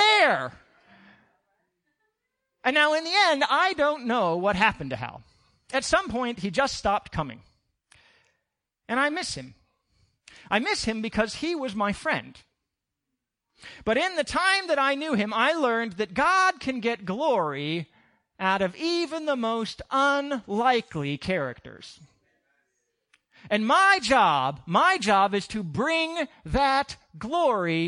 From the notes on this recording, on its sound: At the 08:30am Service.